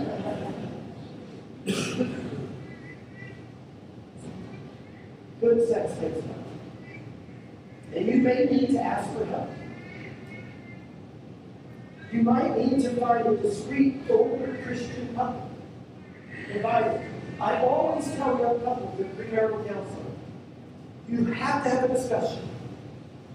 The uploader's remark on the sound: We're sorry for the poor sound quality of this recording. Thank you for being patient with us as we figure out these sound issues.